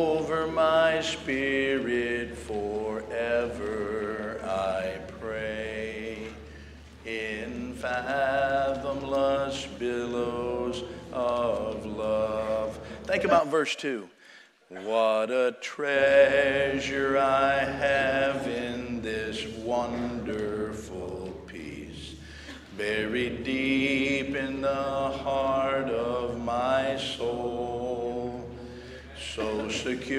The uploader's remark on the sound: Sunday Morning Service